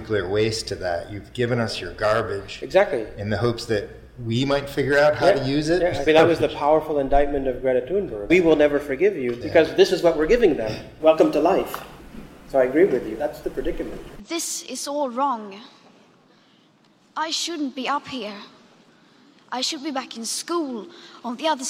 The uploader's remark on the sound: In this lecture from The Night of Philosophy in 2019 at 05:00 am on October 06 at the New School for Social Research in New York City